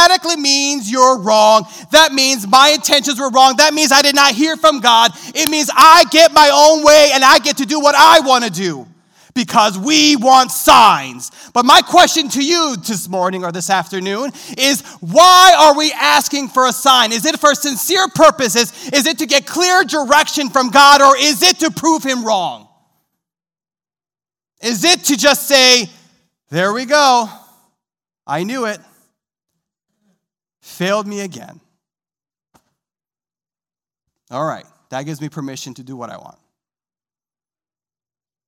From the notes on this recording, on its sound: This sermon was recorded live on November 21st, 2021, at Newark United Pentecostal Church.